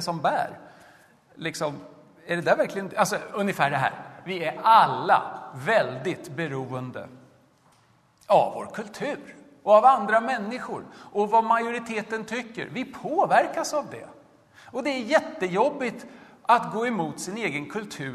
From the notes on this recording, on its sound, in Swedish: Arrangör är CredoAkademin, och inspelningarna sker i Betlehemskyrkan i Stockholm.